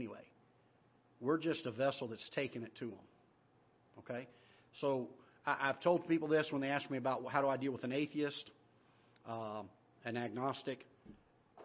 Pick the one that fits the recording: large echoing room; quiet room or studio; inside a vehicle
large echoing room